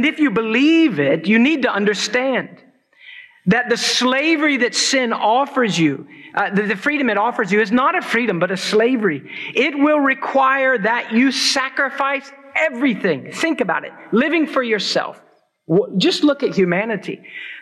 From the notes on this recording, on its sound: preached at Christ Church New Albany